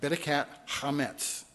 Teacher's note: Again, you kind of got that gargled H sound, right? That Hebrew guttural sound.